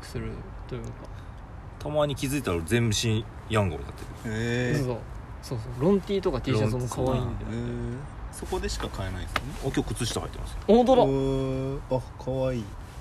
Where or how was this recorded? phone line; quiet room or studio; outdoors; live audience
outdoors